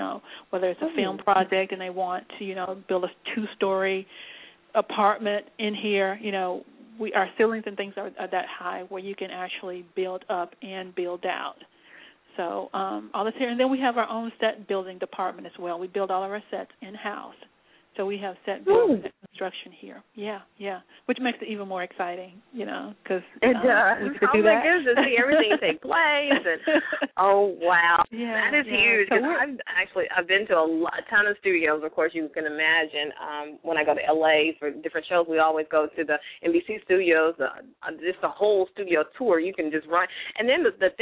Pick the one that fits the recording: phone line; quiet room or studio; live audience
phone line